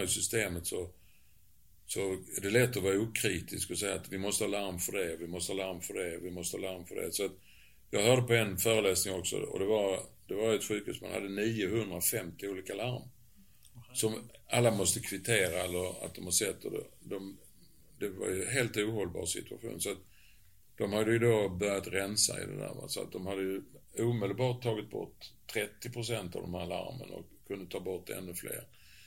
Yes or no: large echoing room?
no